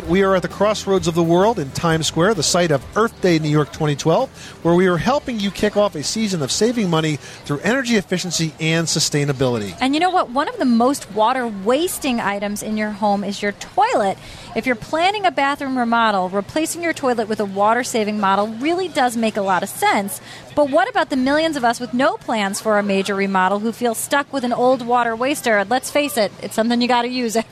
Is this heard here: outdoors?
yes